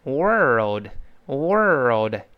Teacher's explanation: 美式发音呢，前面 O R 只不过加了一个卷舌音